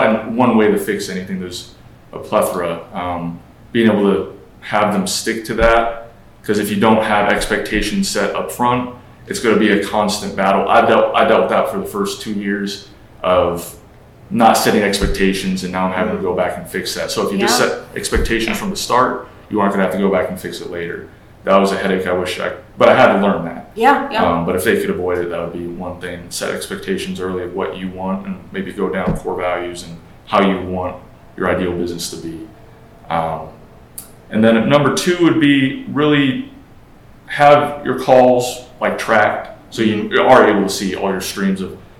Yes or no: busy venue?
yes